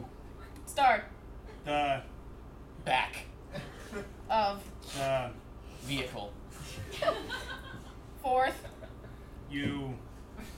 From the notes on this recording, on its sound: answer questions from the audience